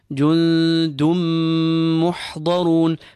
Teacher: The tanween and the meme are assimilated, and the meme we pull. We apply gunna to the meme. · Term: idgham bi gunna